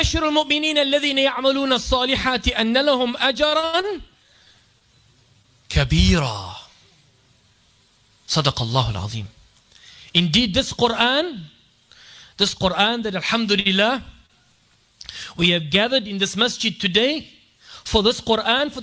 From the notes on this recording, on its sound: delivered this beautiful talk at Yusuffeyah masjid's annual khatam al Quran program